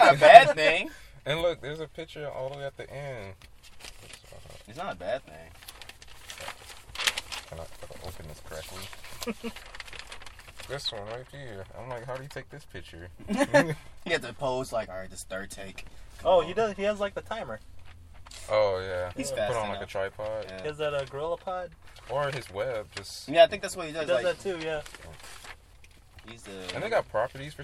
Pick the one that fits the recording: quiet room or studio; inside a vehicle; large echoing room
inside a vehicle